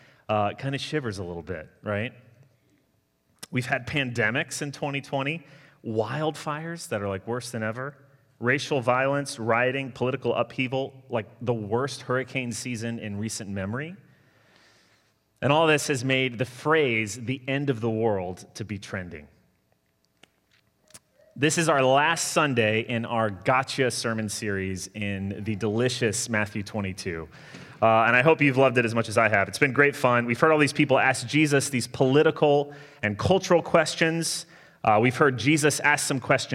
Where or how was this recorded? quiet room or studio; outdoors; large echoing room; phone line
large echoing room